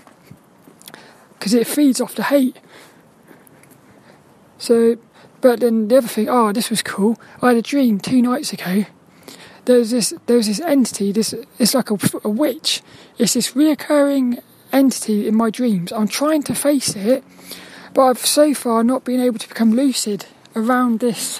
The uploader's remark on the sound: This 'About The Tings' episode is a Walk and Talk